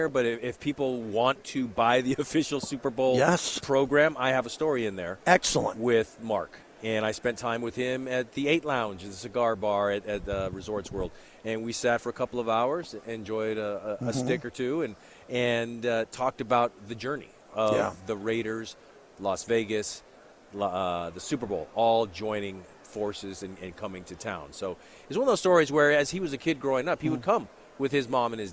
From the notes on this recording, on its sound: LIVE FROM RADIO ROW AT SUPER BOWL 58